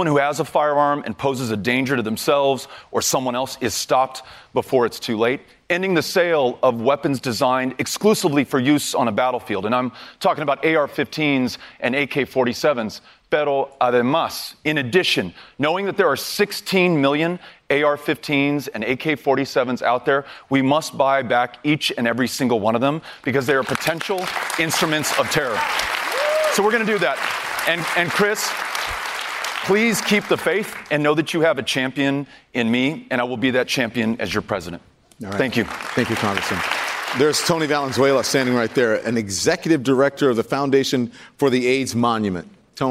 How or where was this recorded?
live audience